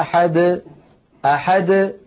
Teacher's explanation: العلماء رحمه الله بيّنوا وميزوا بين نطق حرف القلقلة إن كان آخر حرف في الكلام، وبين نطقه إن كان ضمن الكلام، يعني مثلا لما يقول الفم قل هو الله أحد أحد، ليس بعد الدال حرف، فالدال وقلقلتها تخرج واضحة جلية